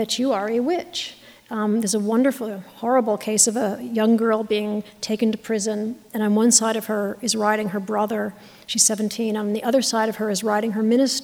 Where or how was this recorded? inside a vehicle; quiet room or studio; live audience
live audience